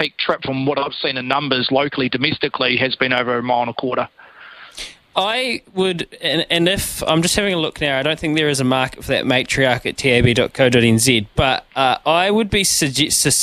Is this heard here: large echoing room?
no